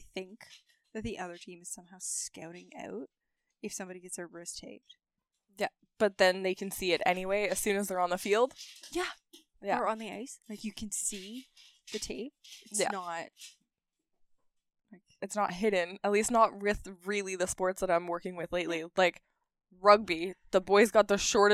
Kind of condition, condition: fault, sounds in the background